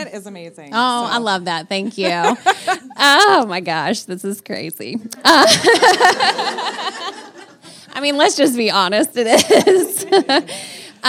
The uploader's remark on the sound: LIVE Modcast from CraftSouth in Nashville, TN while Quiltcon was in town